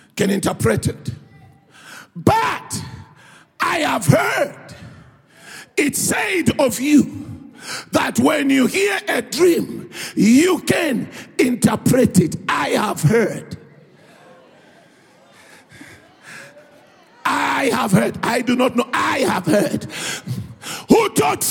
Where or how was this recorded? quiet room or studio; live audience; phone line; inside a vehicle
live audience